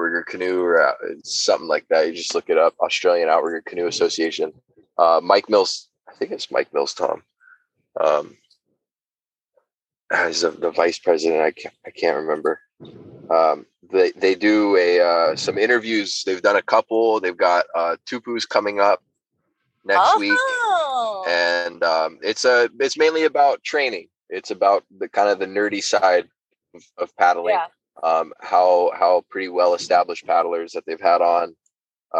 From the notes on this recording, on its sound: The best we could do was hop on an episode while driving home from the Culture Hot Sauce Farmers Market booth.